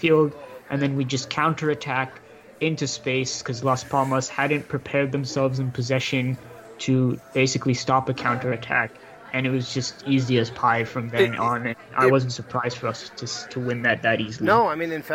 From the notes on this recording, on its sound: Recording from a pub at JFK airport (of course).